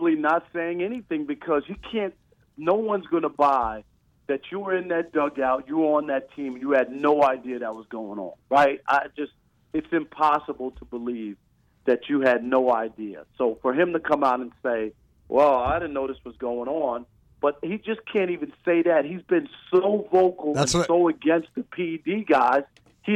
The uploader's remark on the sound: The guys are joined over the phone